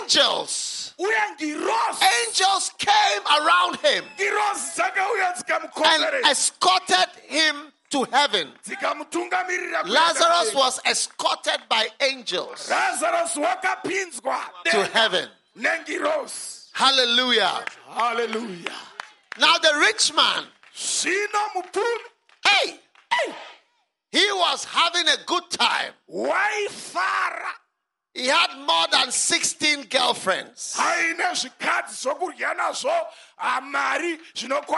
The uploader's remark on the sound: Preached at Healing Jesus Campaign, Zvishavane - Zimbabwe.